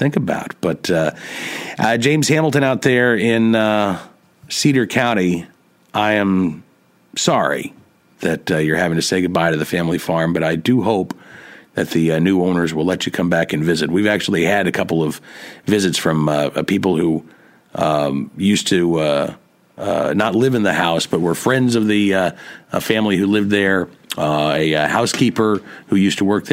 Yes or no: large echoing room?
no